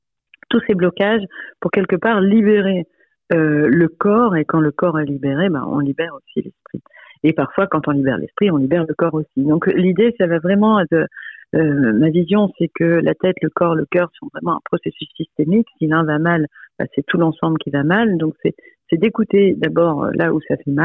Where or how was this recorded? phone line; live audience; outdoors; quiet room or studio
phone line